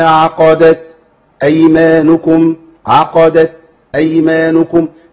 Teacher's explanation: نعمل سكت بعد الهمس بتاع التاء عشان يفصل بين التاء والهمزة. يقول والذين عقدت أيمانكم، عقدت أيمانكم، ده اسمه سكت، والسكت عندنا موجود في أربع مواضع في القرآن.